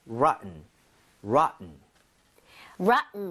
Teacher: rotten처럼 T 사운드가 굉장히 약화되거든요